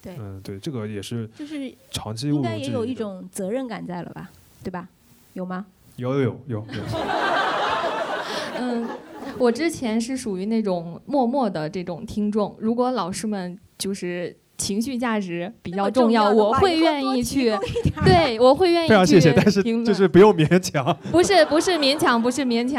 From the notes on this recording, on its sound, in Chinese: 我们在北京举行了第二次听友见面会。但我们仍然决定放出一部分见面会的脱水录音。人类高质量现场问答。